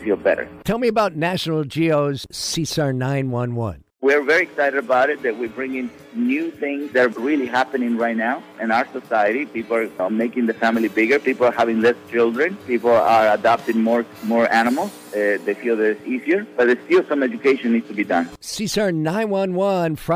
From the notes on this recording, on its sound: Please forgive an intermittent slight hum that we unfortunately picked up on the day of our interview.